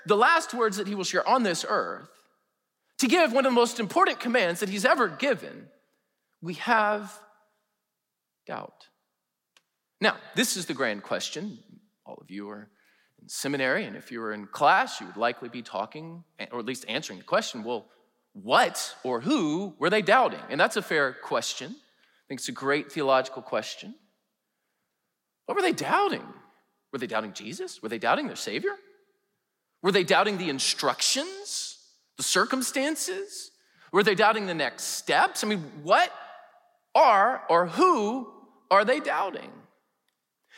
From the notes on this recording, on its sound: preached in #SWBTSChapel on November 3, 2022